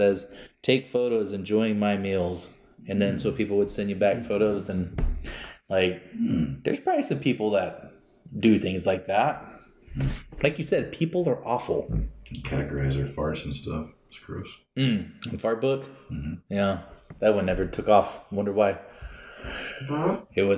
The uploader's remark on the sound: we're hampered a bit by one mic